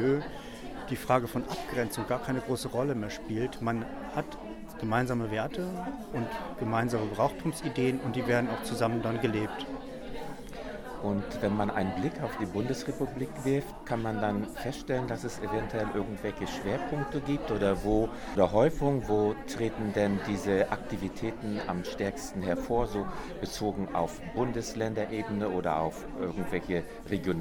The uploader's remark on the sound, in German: Der nachfolgende Beitrag ist ein Mitschnitt eines Vortrags